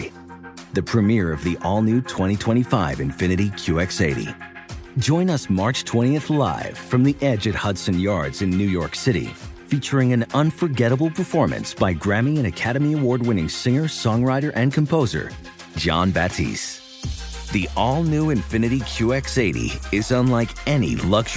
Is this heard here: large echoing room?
no